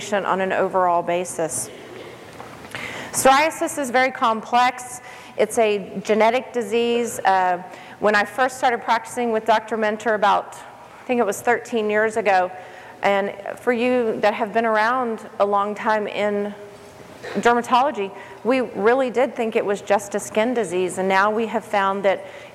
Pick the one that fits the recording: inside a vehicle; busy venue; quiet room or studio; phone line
busy venue